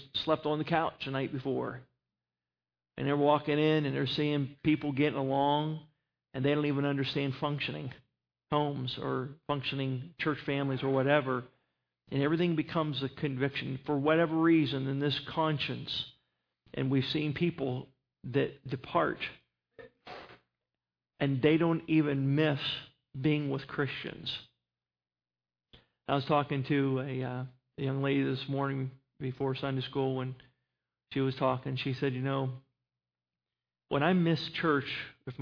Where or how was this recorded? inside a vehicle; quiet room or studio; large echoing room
large echoing room